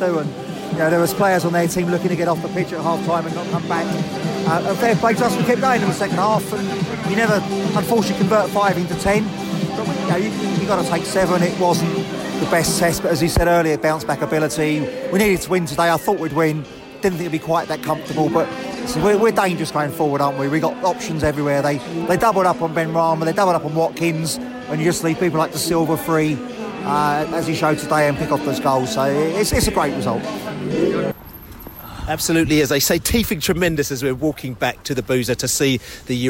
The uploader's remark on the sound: Post-Match Podcast From The Pub